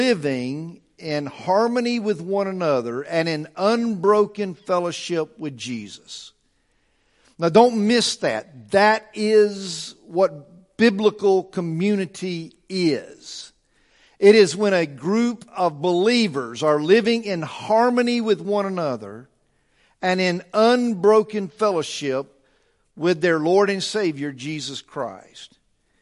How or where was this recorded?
large echoing room